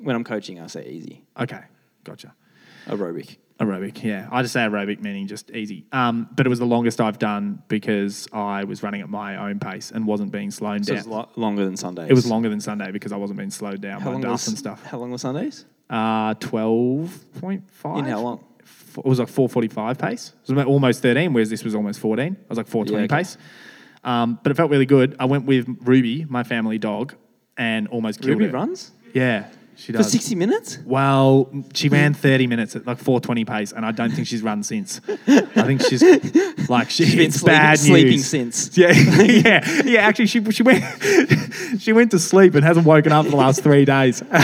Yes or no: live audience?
yes